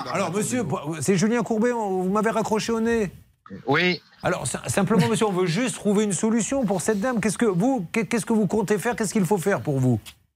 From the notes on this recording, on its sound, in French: Contacté par téléphone